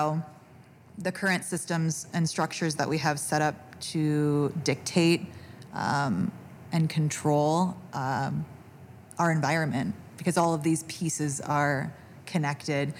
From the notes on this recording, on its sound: Live from the Cincinnati Playhouse